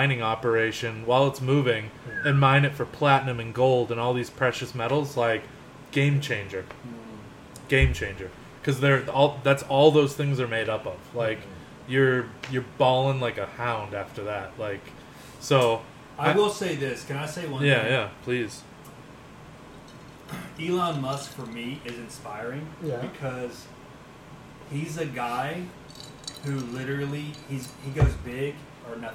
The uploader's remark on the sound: Live from the Bar.